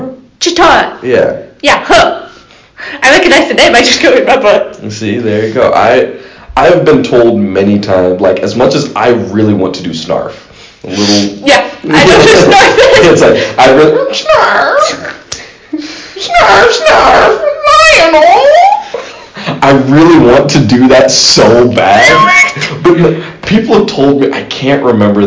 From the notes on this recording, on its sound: This time we didn't get subtly kicked out of the location we were recording in. Forgive the audio quality of the episode. The pre-episode segment was recorded with my gaming headset again. The episode itself was recorded from my phone.